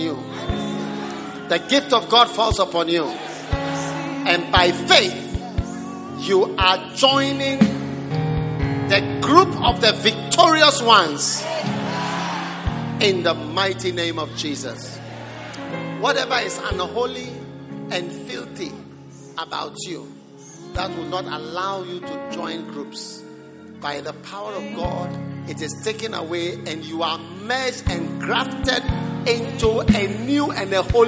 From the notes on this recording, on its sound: Preached at the Prophetic Encounter Service.